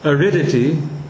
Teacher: the I is a short syllable, but it gets the stress